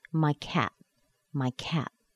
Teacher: the T at the end of the word is usually held inside of the mouth somehow. It's not pushed out like a T sound.